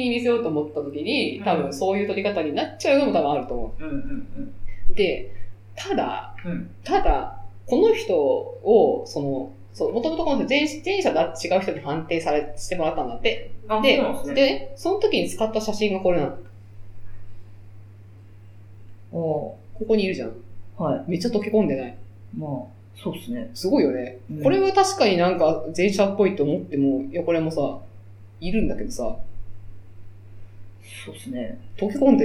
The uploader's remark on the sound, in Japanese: 今月ちょっと音質が悪いです。